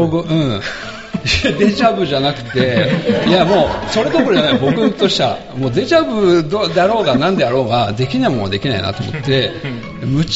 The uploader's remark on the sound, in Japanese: 今回は寝忘れ合宿in金沢での公開収録をお届けいたします。